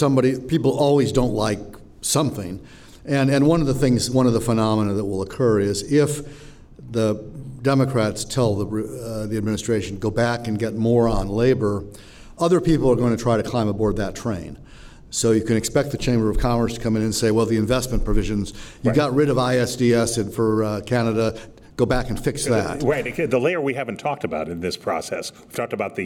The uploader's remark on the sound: Record in front of a live audience of members of the World Affairs Councils of America.